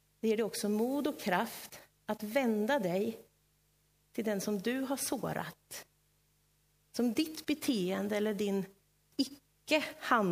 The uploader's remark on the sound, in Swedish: Inspelad i Löfstadkyrkan i Tranås 2023-11-12.